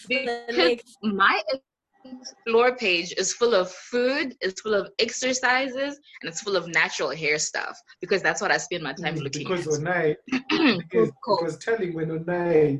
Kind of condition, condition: link, video call